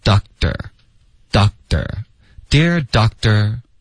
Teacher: 后面 ter 特的音我们会浊化成一个的的音